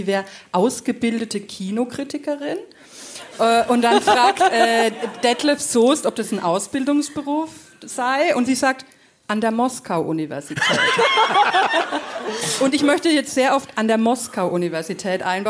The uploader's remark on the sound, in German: vor Publikum!